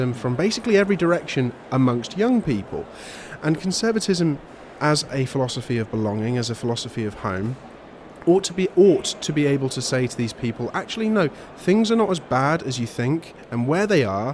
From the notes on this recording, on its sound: live at the Conservative Party Conference 2022